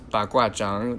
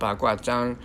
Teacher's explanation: Zhang has a third tone on it · Shown in: first take